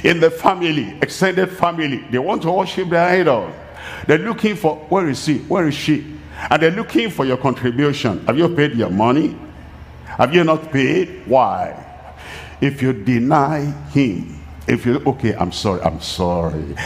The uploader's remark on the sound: live from Asaba, Nigeria